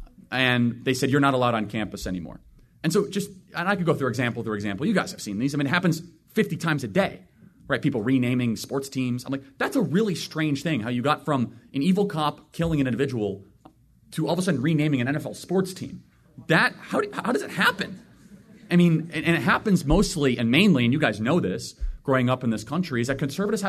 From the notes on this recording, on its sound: takes questions LIVE from the frontline campus patriots themselves at Turning Point USA’s annual Chapter Leadership Summit in Phoenix, Arizona